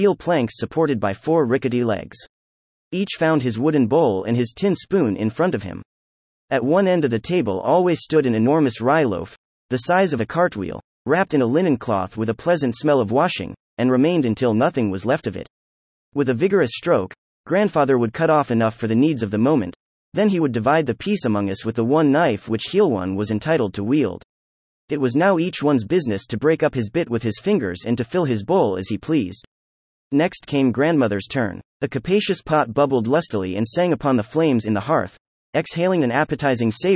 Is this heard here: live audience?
no